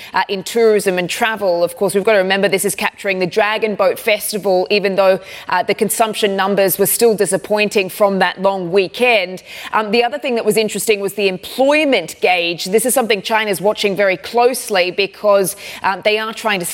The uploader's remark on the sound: We are live in Vienna for the Opec Seminar